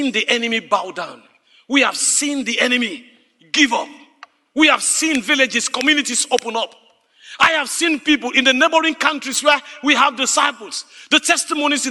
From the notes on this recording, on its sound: Speaking to a live audience. The video this clip was taken from originally aired inside Classroom 3 of the Discipleship.org Collective.